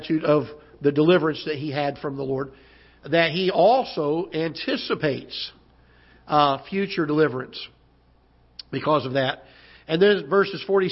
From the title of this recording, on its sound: Ketha Heights Baptist Church ~ Live Broadcast